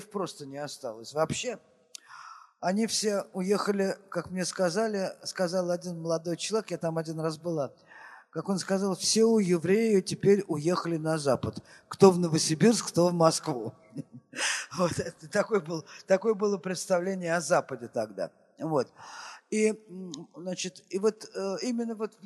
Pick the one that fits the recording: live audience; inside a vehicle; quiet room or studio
live audience